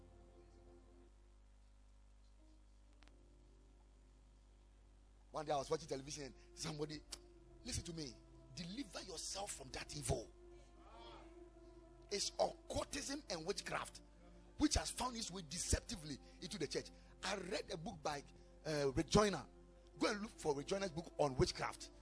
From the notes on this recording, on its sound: Preached at the Ekklesia Chapel.